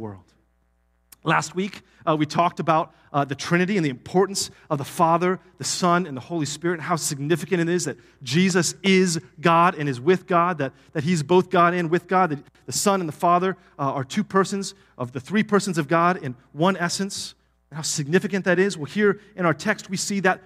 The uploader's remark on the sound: Palm Vista Community Church Live Stream on August 27th, 2023